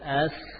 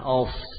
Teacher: Yang berbeda adalah dari sisi tebalnya. Kalau sin tipis, as. Kalau sod tebal, of. Adapun letak lidah, jangan dirubah.